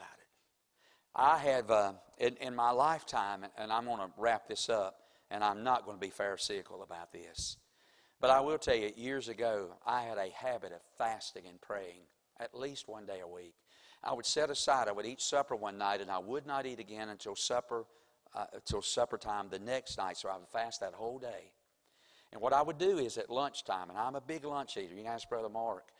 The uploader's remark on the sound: Sunday evening service preaching from the pulpit of Woodland Baptist Church – Winston Salem, NC